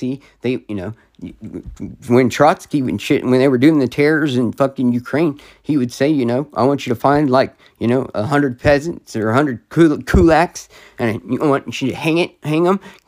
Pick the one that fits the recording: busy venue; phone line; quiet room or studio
quiet room or studio